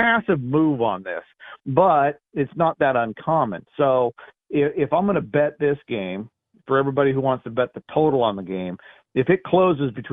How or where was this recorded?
phone line